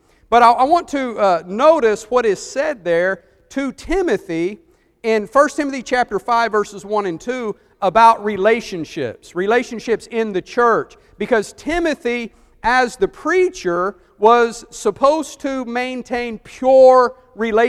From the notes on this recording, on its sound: Preached for the church of Christ at Cusseta Road in Columbus, GA